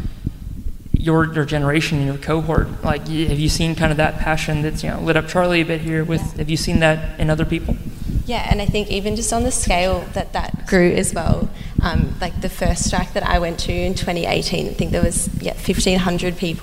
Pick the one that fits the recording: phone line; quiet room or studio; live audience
live audience